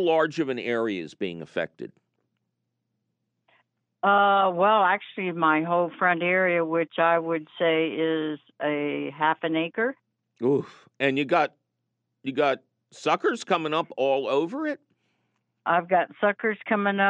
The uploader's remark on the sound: your useful phone calls!